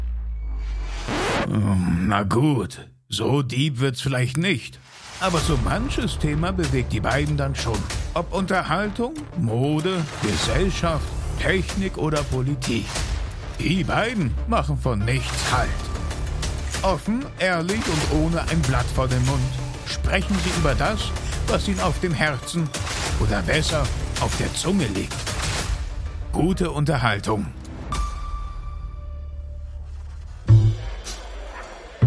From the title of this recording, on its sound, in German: Live aus der Karibik